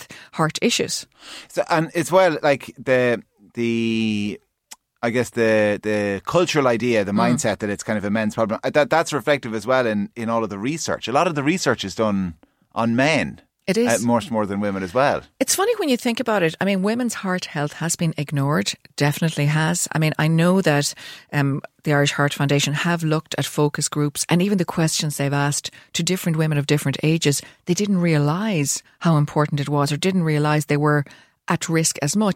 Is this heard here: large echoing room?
no